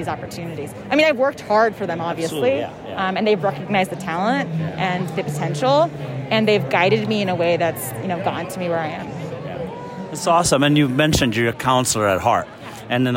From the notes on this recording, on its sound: Live from the NAFSA Annual Conference 2022! Live from the NAFSA Conference Expo Hall floor in Denver, Colorado.